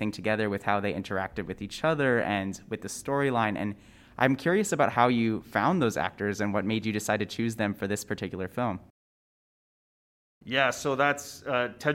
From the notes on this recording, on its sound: Live at the 22nd annual Calgary International Film Festival. On premiere night. At this iconic event.